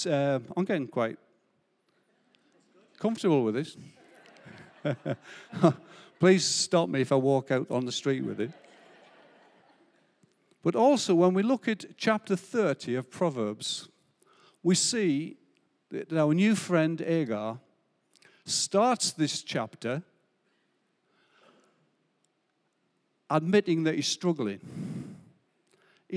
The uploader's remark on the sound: Recorded live at Life Church Lancashire, 30rd October 2022.